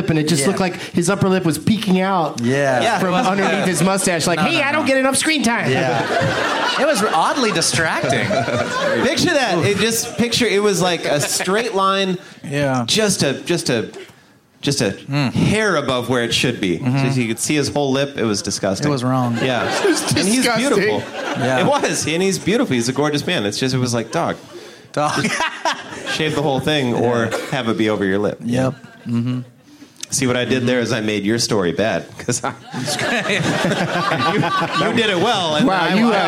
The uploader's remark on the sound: Live from the Punchline Comedy Club in Sacramento